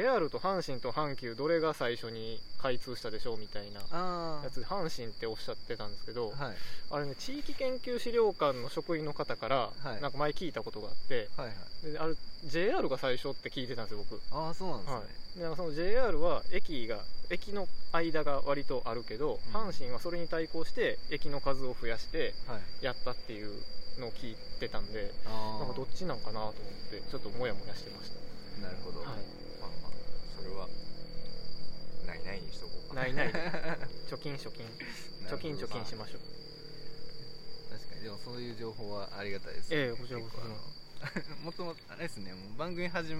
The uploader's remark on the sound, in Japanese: 今回は西武庫公園で収録しました。ええ歳した男が3人、地べたに座りながら夜な夜な話した。